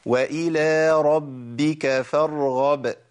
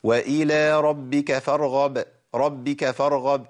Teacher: الباء المشددة لابد من نطق باءين · Shown in: first take